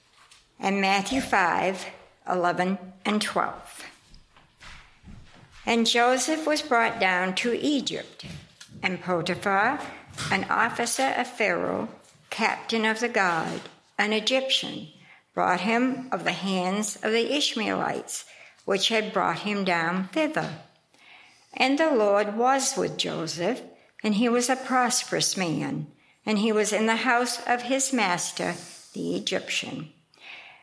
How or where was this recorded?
large echoing room